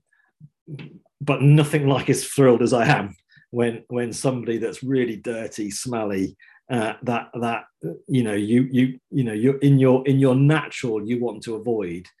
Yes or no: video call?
yes